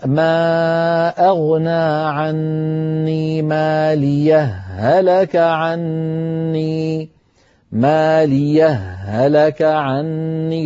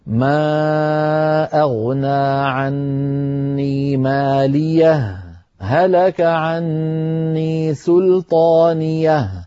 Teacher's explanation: فيفصلون بين الهائين بسكتة خفيفة دون زمن التنفس · Shown in: second take